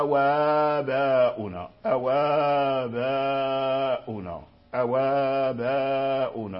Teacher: إلا أن الإصفهاني يسكن، ومذهبه أنه لا يجمع الساكن مع الهمزة فينقل حركة الهمزة إلى الواو ويحذف الهمزة